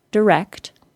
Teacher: We can take a simple verb like direct, stressed on the second syllable, as most verbs are